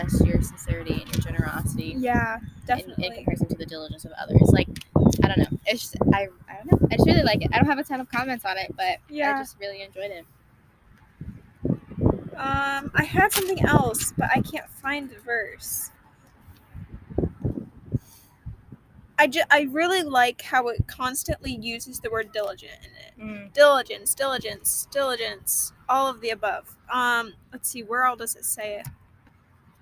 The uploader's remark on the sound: Cozy Convos in the Car.